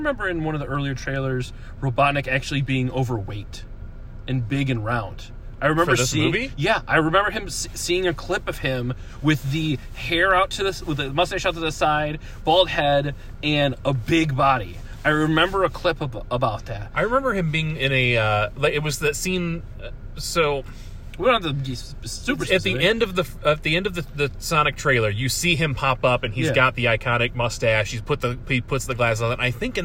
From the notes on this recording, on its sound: car so the audio isn’t top notch, but it isn’t too obnoxious to listen to.